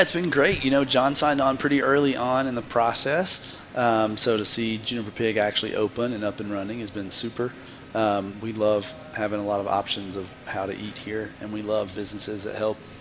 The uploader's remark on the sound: Live from The Stanley Marketplace! This amazing marketplace is built in an old airplane hangar and has more than fifty locally owned businesses.